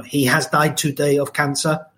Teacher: there's absolutely no intonation, there's no difference in the voice